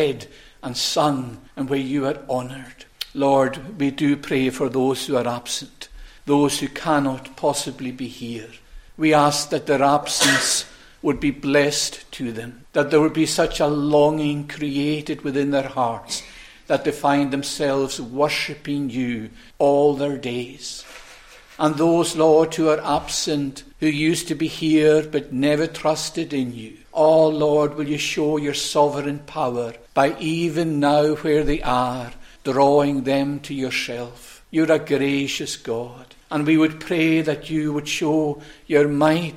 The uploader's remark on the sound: recorded at North Harris Free Church on the morning of Sunday, 17th September 2023